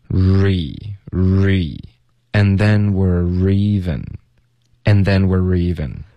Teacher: And then were, and then were. Were 跟 even 的 e 要连读 worry,有一个 re 的音，这个就是最难的一个部分。R 的音连读到 e, re, re, and then we're reven, and then we're reven.